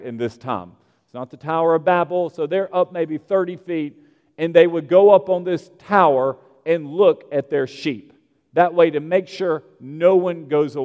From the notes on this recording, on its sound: at Broadway Baptist Church, Lexington, Kentucky